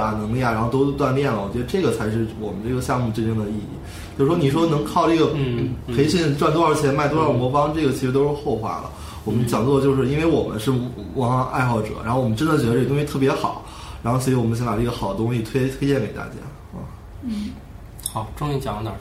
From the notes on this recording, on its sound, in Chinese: 本期节目为在张大妈办公区用录音笔录制，可能有街道上的杂音，请见谅。